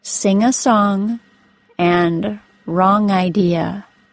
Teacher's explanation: The two examples that must remain an ng ending, even in informal speech, were sing a song and wrong idea.